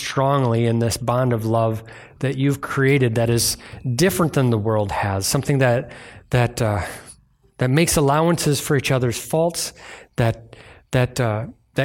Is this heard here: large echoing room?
yes